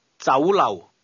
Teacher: The Cantonese word restaurant is pronounced with a combination of mid-rising and low-level tones.